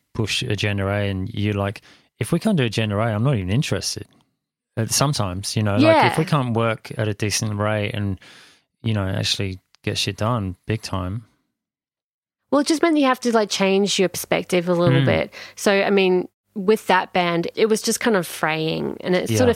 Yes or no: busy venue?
no